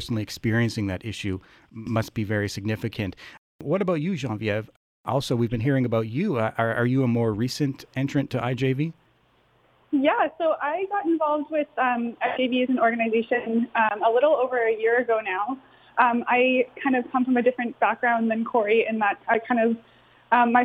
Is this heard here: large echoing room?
no